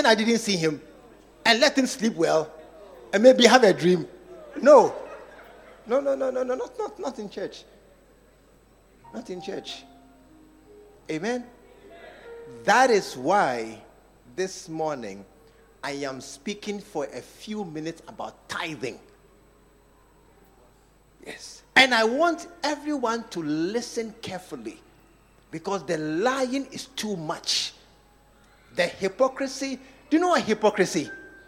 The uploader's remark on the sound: Preached at the True Vine Cathedral. Bantama.